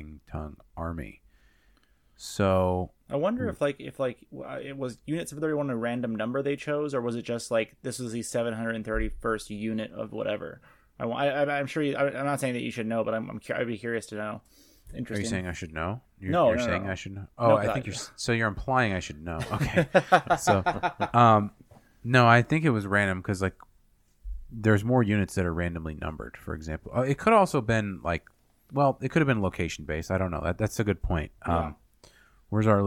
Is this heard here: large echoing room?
no